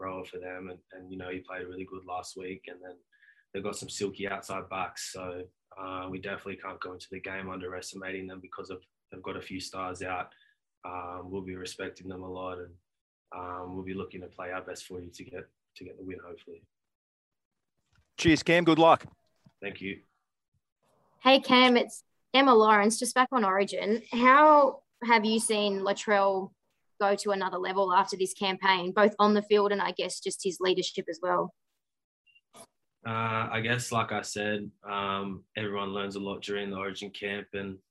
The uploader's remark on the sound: chat to the media via Zoom